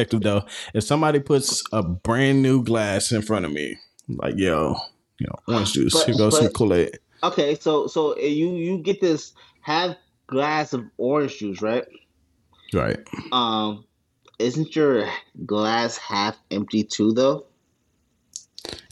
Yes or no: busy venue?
no